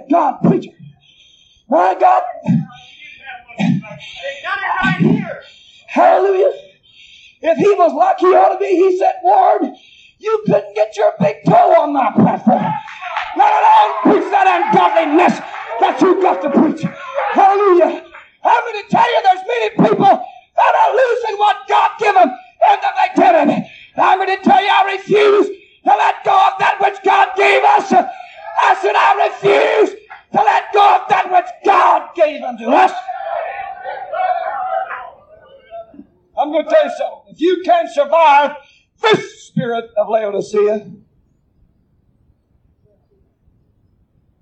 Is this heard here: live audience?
yes